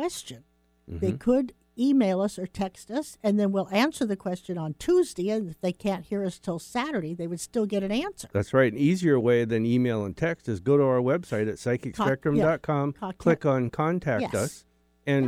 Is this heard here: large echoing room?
no